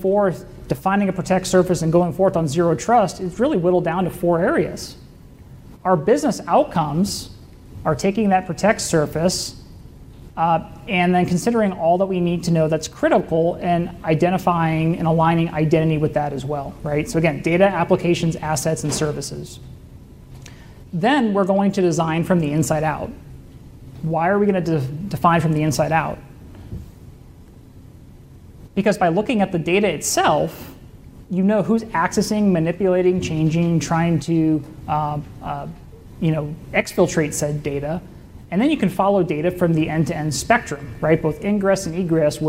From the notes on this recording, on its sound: keynote presentation from the FutureCon CyberSecurity Omaha Conference